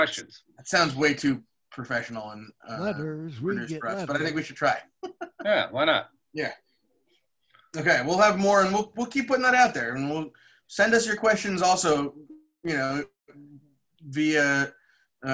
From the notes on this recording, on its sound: This week we gathered together on Zoom the day before Thanksgiving to answer some listeners’ questions.